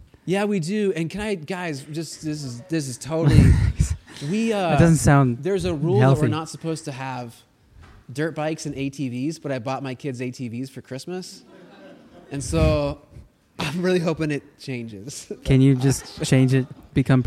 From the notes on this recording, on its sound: This is part 2 of our live recording at Crossroads College Night!